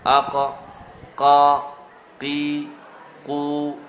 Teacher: أقصى اللسان مع ما يحاذيه من الحنك اللحمي فوق أقصى اللسان فوق أكرة يعني جذر اللسان معها سلك عرب